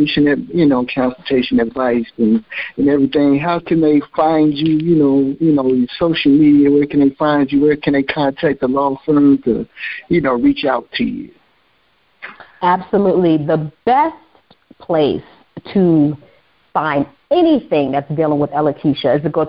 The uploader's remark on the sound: On the phone with special guest